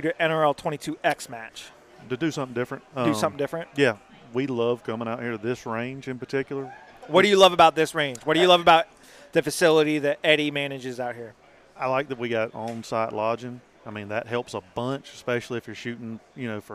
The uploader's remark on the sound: Just a ton of interviews with people from the event.